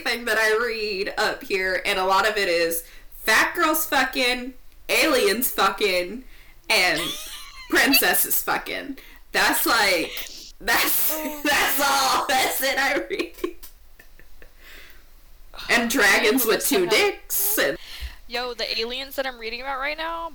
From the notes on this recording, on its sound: So sorry about the audio.